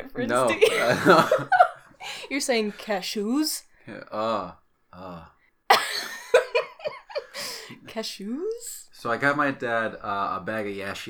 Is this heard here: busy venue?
no